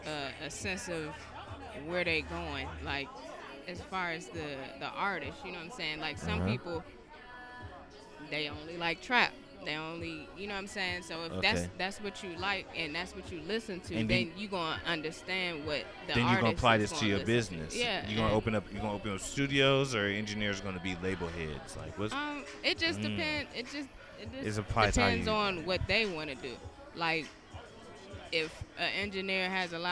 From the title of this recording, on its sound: Live From Sweet Auburn Avenue Cypher